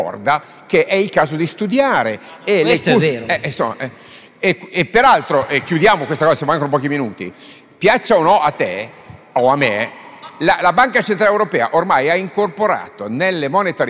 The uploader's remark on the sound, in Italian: Un Don Chisciotte live registrato a Pavia in occasione di "Pavia Capitale della cultura d'impresa" davanti ad una platea di imprenditori di PMI.